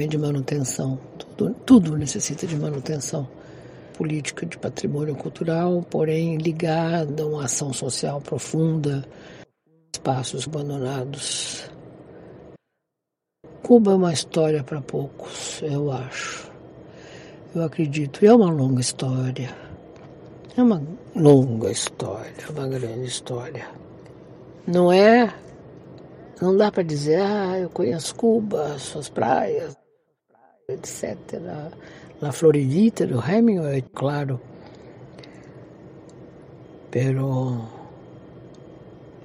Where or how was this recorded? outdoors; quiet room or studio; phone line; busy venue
outdoors